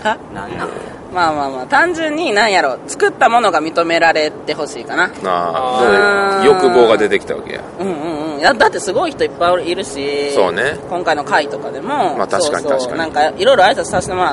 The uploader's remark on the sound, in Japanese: 2019年ゲームマーケット春1日目終わりで収録したお台場橋の上回